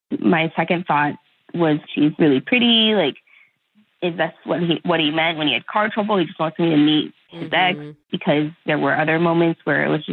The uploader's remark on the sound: The guy on the phone today